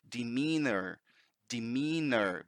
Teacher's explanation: in an American accent, you're probably going to say demeanor. Demeanor, because they pronounce the R. British accent doesn't pronounce the R.